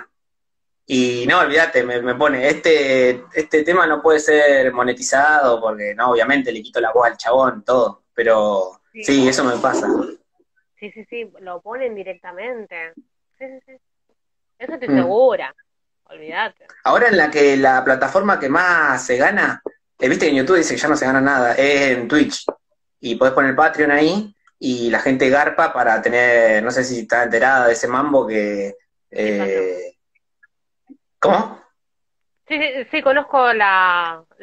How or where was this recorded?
video call